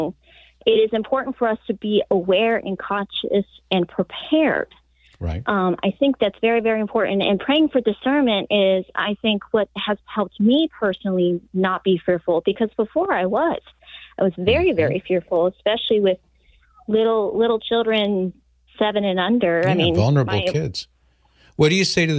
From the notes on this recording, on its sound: From the frontlines of Texas. Our callers, echoing from towns like Uvalde to Nigeria.